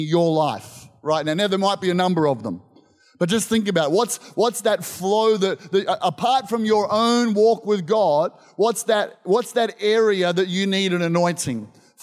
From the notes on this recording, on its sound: This was recorded in our 9am service on the 22nd of Januray, 2023